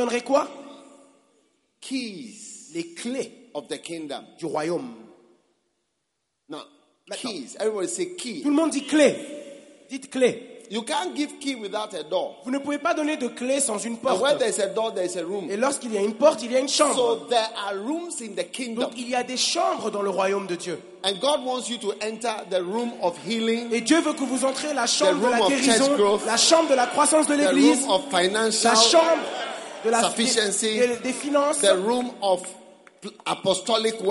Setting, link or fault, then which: setting, live audience